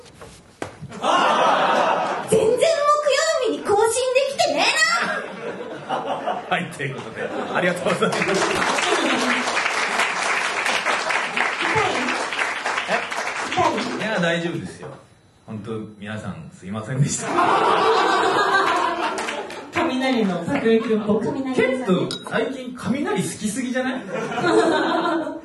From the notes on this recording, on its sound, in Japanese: 今週は100回突破記念公開収録の模様をお届け！